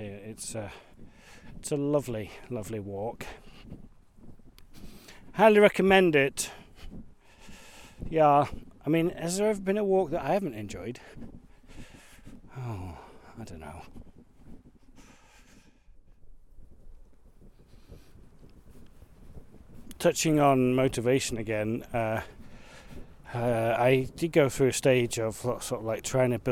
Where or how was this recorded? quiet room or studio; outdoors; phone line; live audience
outdoors